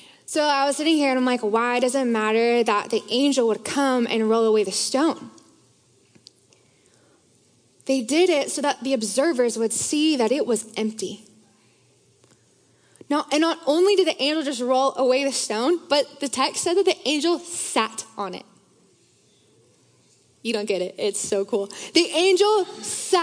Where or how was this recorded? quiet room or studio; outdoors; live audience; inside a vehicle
live audience